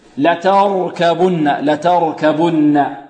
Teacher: عندنا التاء مرققة، لتر، والراء مفخمة